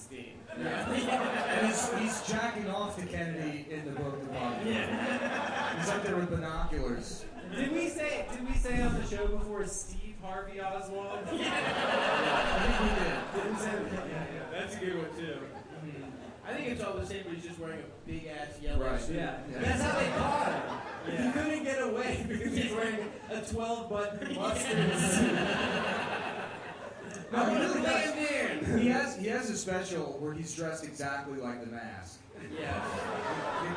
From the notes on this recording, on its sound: Live show.